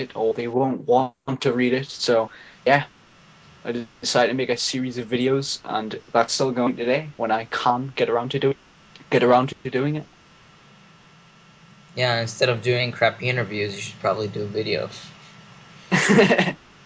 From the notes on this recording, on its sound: Cheers from China! There are a lot of audio problems because I was running on dorm internet and my roommate was every once in a while entering and existing the room like crazy, I'm sure you can hear him a some point at least once or twice in the recording, not very professional, I know.